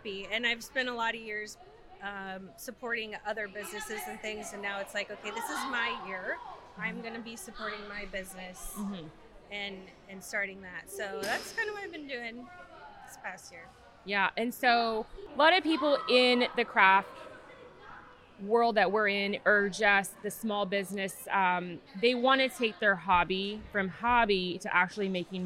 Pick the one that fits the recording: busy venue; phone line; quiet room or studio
busy venue